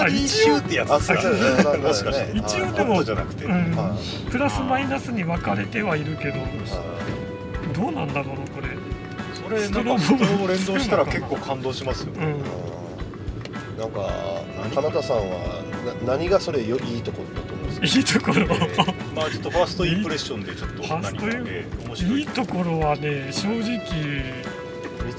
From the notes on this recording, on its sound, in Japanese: ギズモキャスト初の野外収録